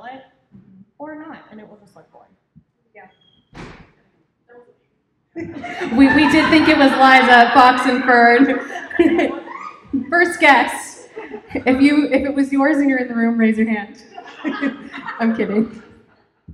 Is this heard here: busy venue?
yes